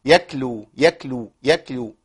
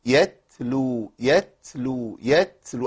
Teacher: انا بالغ شويه في الهمس عشان ابين لحضراتكم ان لازم طرف اللسان هو اللي اشتغل معايا، مش اقصى اللسان · Shown in: second take